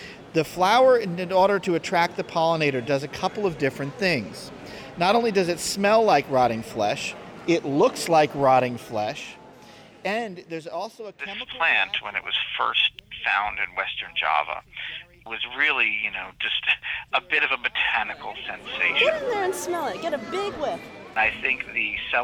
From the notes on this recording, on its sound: It took 30 minutes talking to Bronx residents outside the New York Botanical Garden to get a lesson in disparity, neighborhood history, and green spaces.